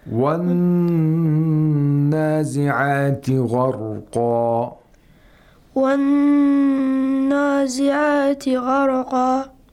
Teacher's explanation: hold the noon sakina, the noon mushaddad longer